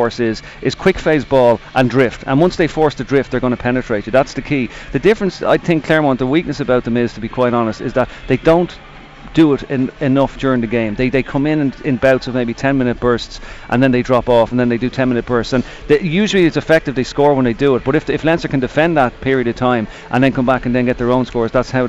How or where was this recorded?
busy venue